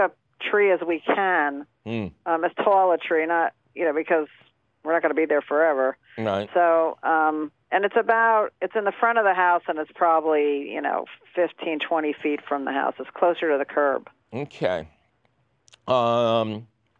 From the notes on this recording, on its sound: your fabulous phone calls!